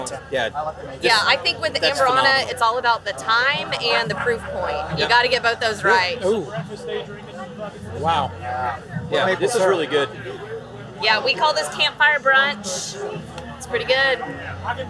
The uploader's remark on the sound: Kentucky Bourbon Festival Recap, we jaunt our way through the festivities to hunt down some exclusive bottles, speak with more amazing distillers, and hear some mighty fine piping.